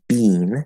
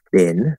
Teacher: Canadian English and British English pronounce it bean with the first vowel sound, um, but we pronounce it bin.